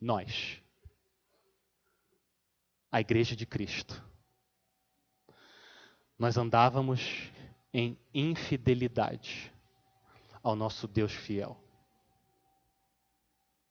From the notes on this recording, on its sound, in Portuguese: Mensagem gravada na Igreja Batista Jardim Minesota